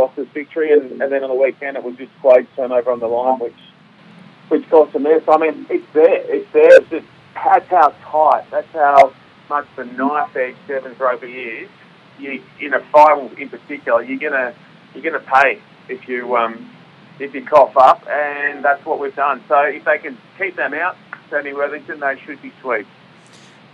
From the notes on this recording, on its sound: dials in from Vancouver